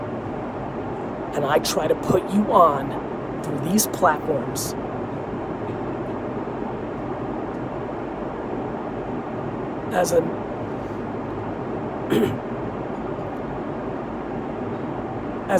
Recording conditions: phone or laptop microphone